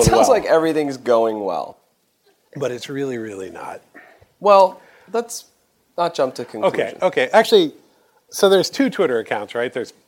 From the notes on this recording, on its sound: The first-ever live episode of Track Changes, recorded at the SVA Theatre in Manhattan as part of IxDA’s Interaction 17 conference. They also take in a variety of perspectives on the question with comments from the audience.